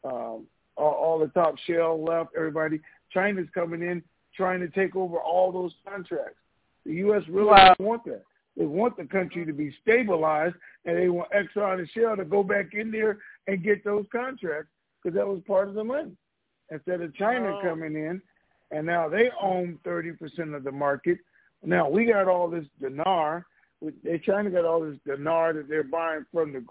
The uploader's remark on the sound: TNTSuperfantastic Conference Call